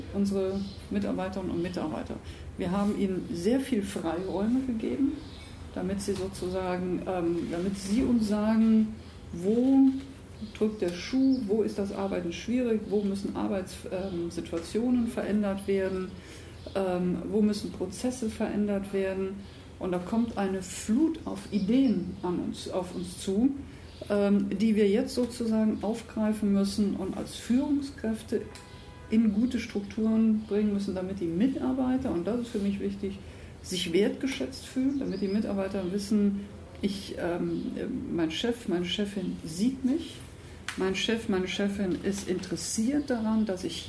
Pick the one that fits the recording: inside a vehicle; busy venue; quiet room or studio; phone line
busy venue